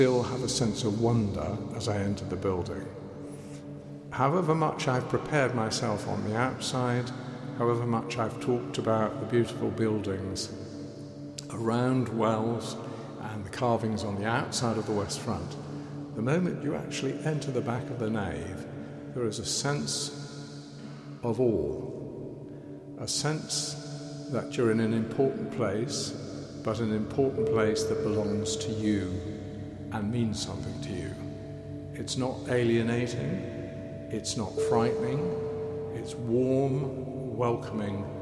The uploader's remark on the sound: WellsCathedralSoundScape. Soundscape features audio captured both within the Cathedral and the city. The mix includes the voices of local young people, older people, Cathedral volunteers, choristers as well as various noises heard in and around the Cathedral.